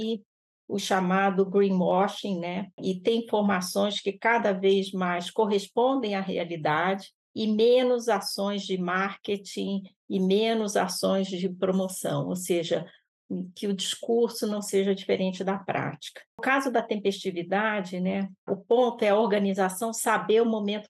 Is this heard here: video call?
yes